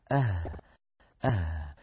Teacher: مخرجها من أقصى الحلق ومخرجها مفتوح نسبيا، فحرف الهاء ضعيف